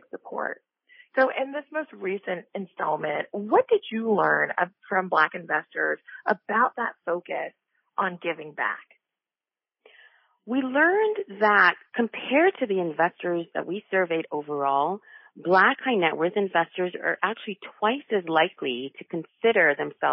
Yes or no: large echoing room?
no